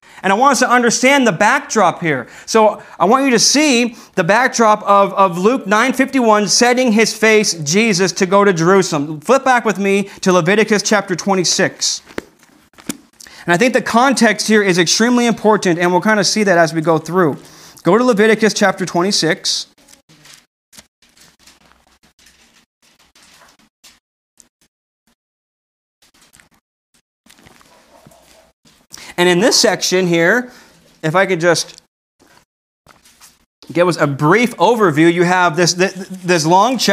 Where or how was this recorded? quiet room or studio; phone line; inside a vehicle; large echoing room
large echoing room